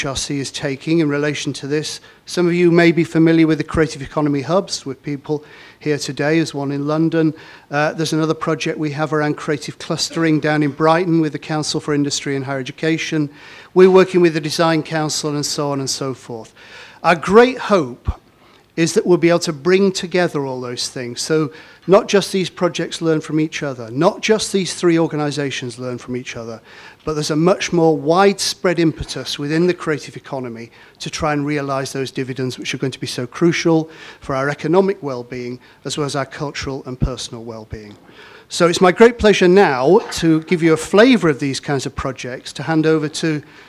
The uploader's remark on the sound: Audio from our Digital R&D Fund launch event, Friday 13 July at Sadlers Wells